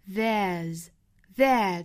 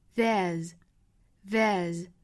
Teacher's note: 读完了之后加一个小小的浊音 z